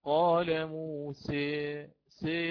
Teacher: أنا نحوت بالفتحة إلى الكسرة · Term: الإمالة الكبرى